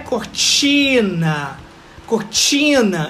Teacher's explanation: Então o ti é mais forte. · Term: sílaba tônica